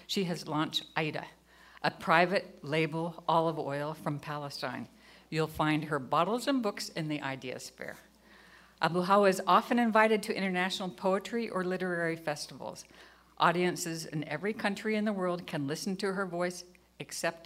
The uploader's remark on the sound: is from the 2019 IsraelLobbyCon at the National Press Club